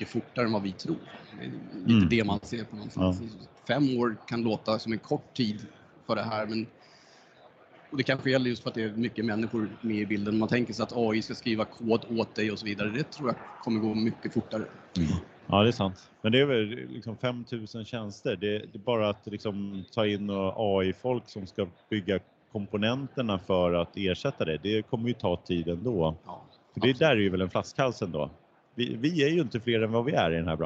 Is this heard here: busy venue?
yes